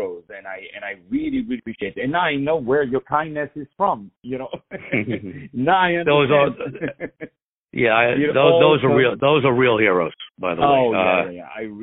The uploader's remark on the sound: On the phone